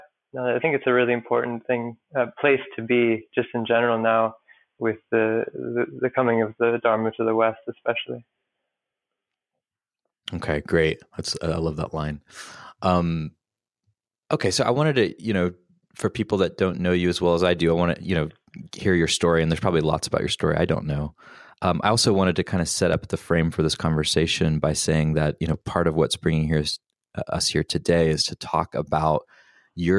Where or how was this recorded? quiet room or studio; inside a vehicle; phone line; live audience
quiet room or studio